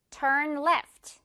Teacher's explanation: 자, 단순하게 turn left 말고요. turn left라고 R 발음 굴려서 가볼게요